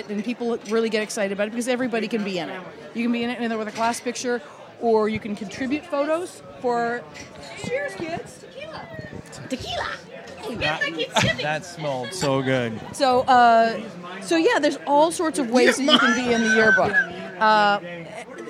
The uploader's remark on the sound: Live from Don The Beachcomber in Seal Beach.